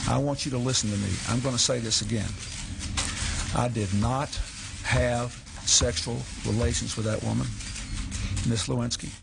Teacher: Él puso un énfasis casi igual en todas las palabras.